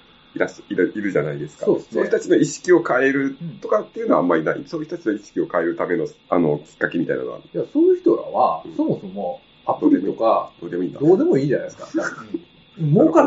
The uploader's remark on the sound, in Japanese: 録音環境が悪くてちょっと聴き取りづらいですね。ごめんなさい。